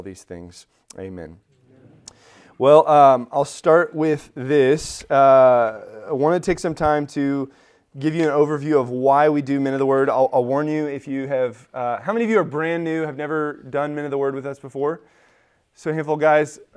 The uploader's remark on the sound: Recorded at Emmaus Church in Buford, GA